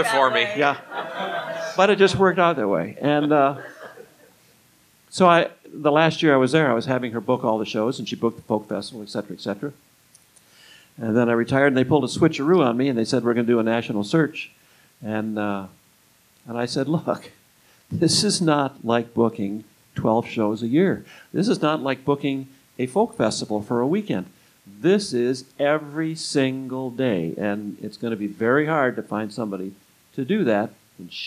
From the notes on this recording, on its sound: This was recorded live at Folk Alliance International in 2015.